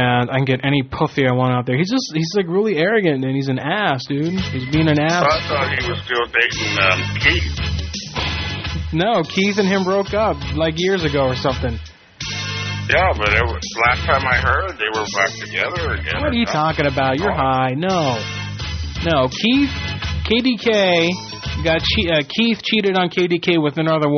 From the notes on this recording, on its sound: Prank Phone Calls